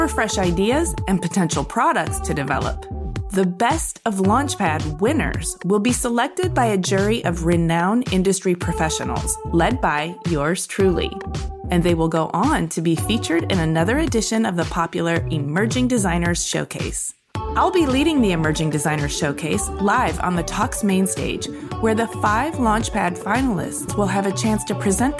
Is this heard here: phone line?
no